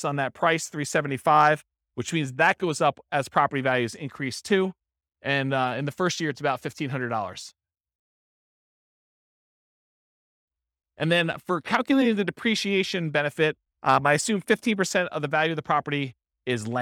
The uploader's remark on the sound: This was a live class recorded